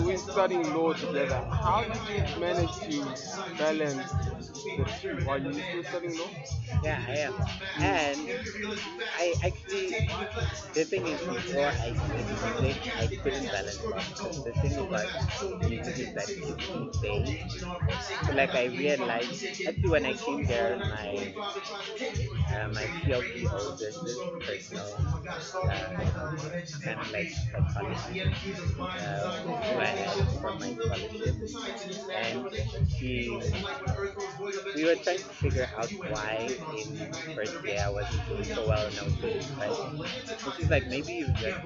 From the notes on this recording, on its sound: Every last Sunday of every month at Botaki Ba Afrika they host an open Mic session that they call the Jam Session. The place is an amazing hive of activity that is timid with youthful enthusiasm and excitement. Apologies for the sound that has swallowed the conversation, however, on the bright side the music captured I hope it tickles your fancy and takes you to the Jam Session.